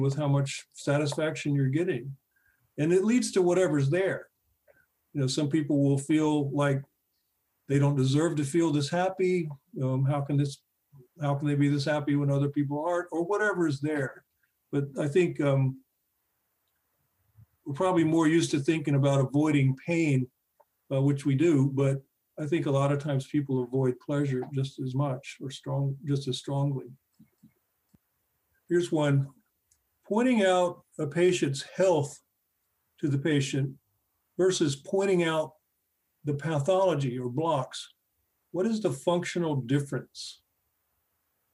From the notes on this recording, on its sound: This episode features the audio from one of our recent webinar presentations.